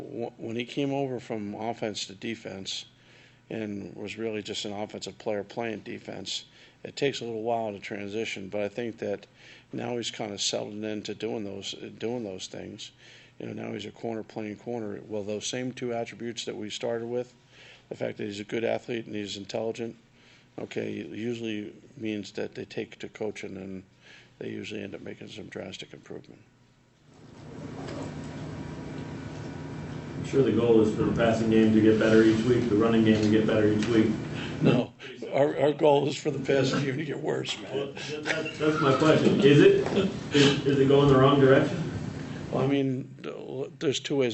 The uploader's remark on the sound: Press Conferences & Post-Game Interviews